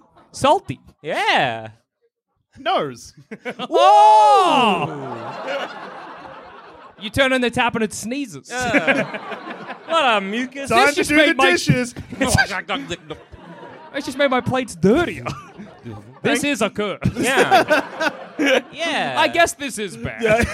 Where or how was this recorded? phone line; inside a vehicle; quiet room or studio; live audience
live audience